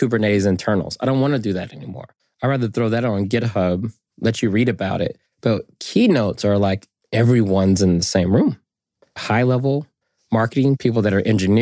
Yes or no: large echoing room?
no